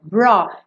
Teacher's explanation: Pensa só no BR, ó, brought. E aí, do T, você já vai emendar no to.